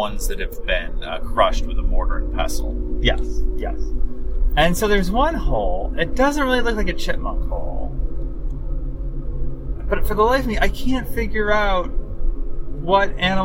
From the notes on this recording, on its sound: While driving through a bisected plateau in West Virginia.